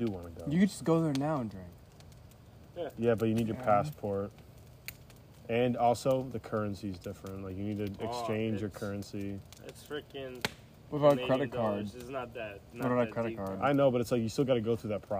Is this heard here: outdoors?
yes